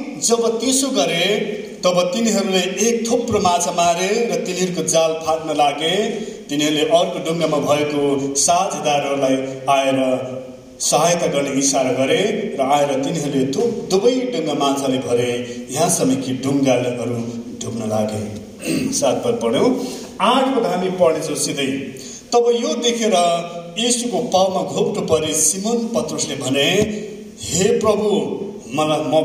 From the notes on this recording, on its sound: sermon preached in sgnc service